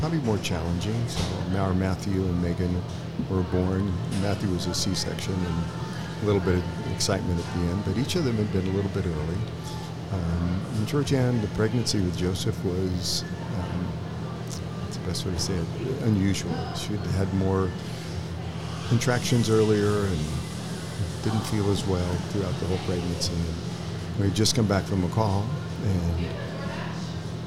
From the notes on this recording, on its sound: live from the chinden moxie